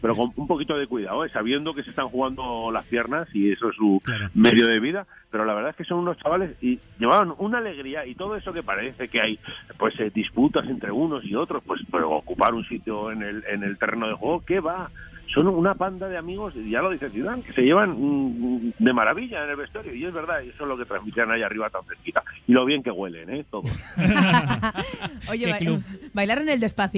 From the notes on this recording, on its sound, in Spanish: entra por teléfono